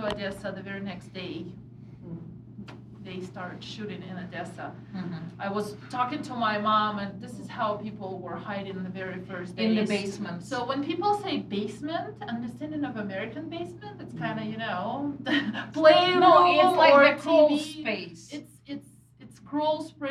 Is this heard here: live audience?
yes